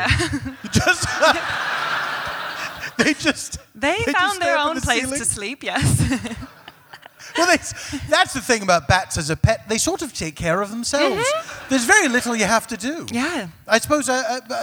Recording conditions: live audience